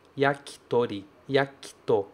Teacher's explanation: Veja que eu tenho yaki, só que esse i não sai. Eu não falo yakitori. · Term: desvozeamento de vogais